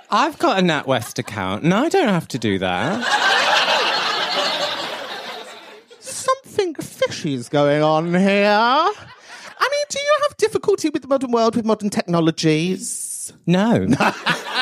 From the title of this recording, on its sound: ATT LIVE IN MANCHESTER